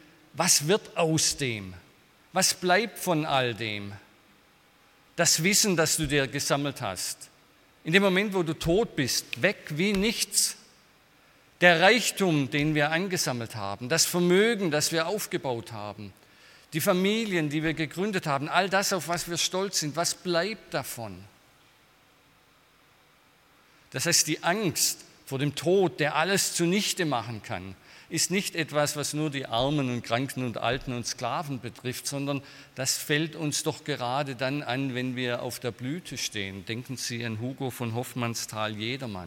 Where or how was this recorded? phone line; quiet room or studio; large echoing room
large echoing room